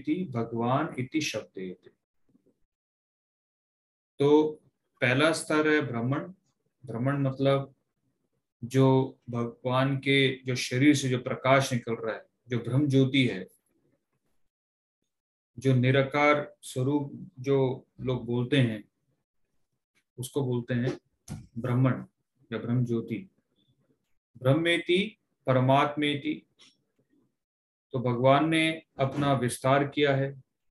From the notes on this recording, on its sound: Zoom recorded class.